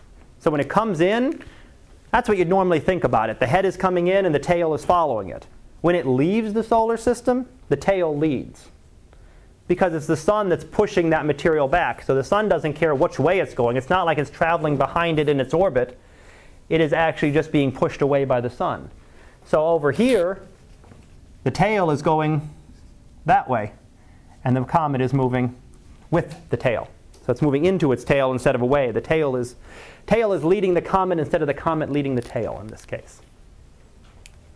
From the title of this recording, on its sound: Live Class Lecture